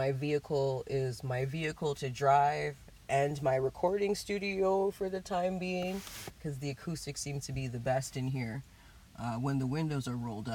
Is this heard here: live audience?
no